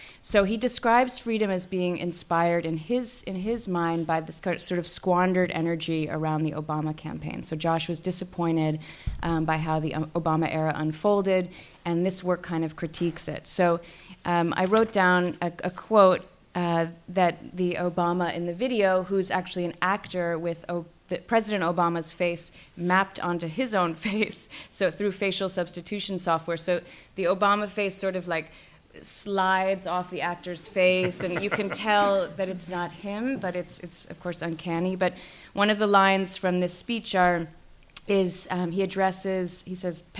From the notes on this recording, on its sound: A collaboration with the Film Society of Lincoln Center, Crossroads is recorded in front a live audience at the Elinor Bunin Munroe Auditorium.